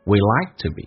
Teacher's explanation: Like 被强调，we 成元音，近似于说短元音，用降调来读 we。We like tobe。to 说成 t， b 长元音说成短元音